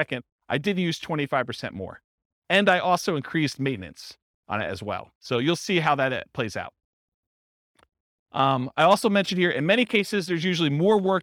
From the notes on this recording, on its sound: This was a live class recorded.